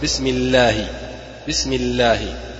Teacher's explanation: النحويون الآن عندما يكون لفظ الجلالة ما قبله مضموم أو مفتوح يقولون الله وهو الله، أما إذا كان ما قبله مكسورا فإنهم يرققونه كما في البسملة هنا بسم الله بسم الله، فيذهب التغليظ الذي في اللام في قوله الله